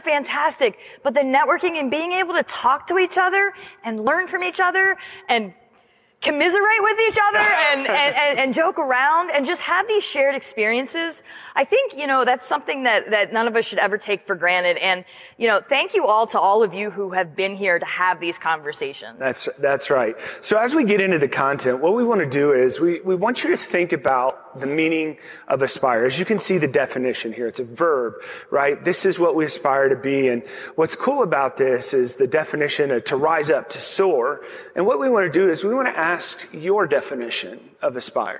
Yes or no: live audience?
yes